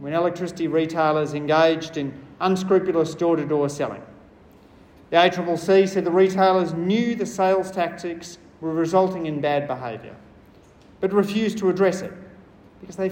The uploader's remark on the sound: I delivered a short speech at the National Small Business Summit on the role of fairness in competition laws.